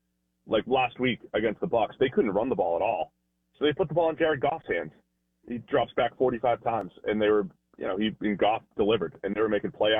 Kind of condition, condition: link, phone line